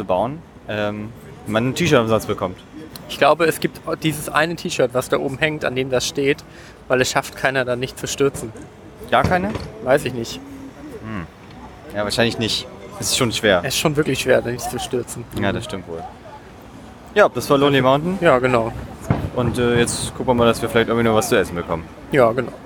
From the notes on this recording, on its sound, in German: Gamescom 2019! Waren für drei Tage in Köln und berichten für euch „live“ von der Messe.